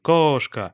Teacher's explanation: Она произносит монофтонг литературный, то есть ровный гласный.